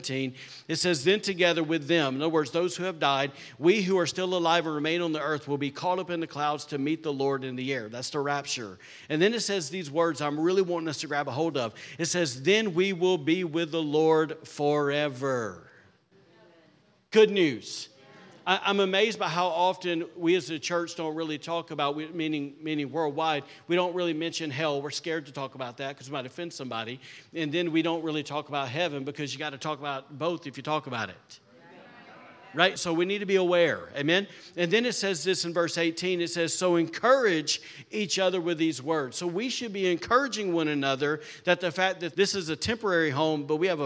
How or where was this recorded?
large echoing room